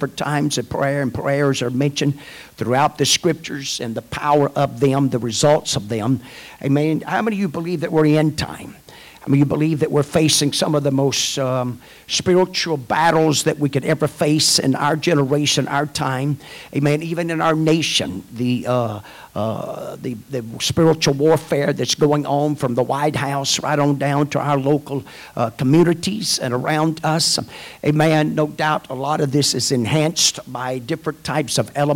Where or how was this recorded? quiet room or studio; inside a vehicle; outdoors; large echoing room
large echoing room